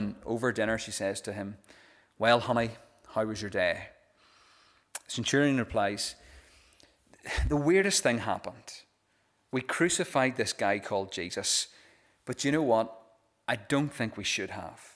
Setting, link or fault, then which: setting, large echoing room